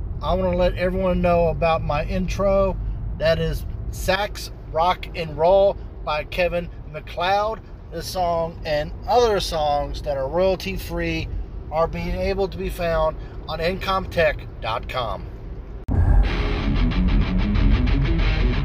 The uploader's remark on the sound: While driving from Myrtle Beach to Philadelphia, I hit the record button to talk about what's happened the last month.